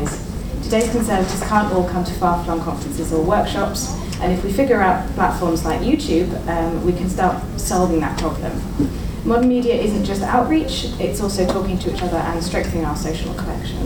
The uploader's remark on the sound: Belfast for the ICON triennial conference, #Icon19! This episode has VERY varied audio quality throughout due to different recording settings. Travel with us to the Belfast Waterfront Centre, join us for the opening reception, come along to the pub, listen to our frantic recaps, and have a listen to the talk we gave on the second day of the conference.